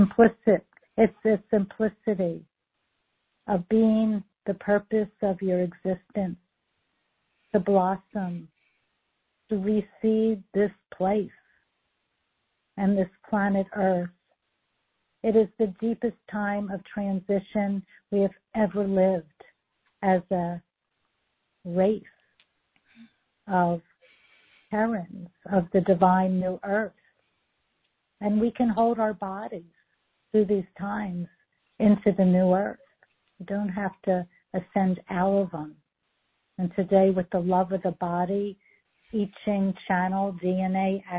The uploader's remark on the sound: For the courageous starseeds who called in and participated live with us!